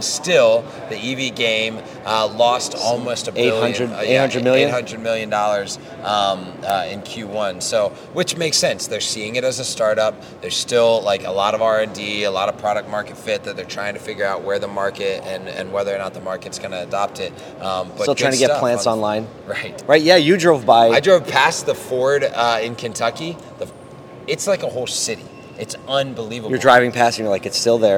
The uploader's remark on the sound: LIVE from Digital Dealer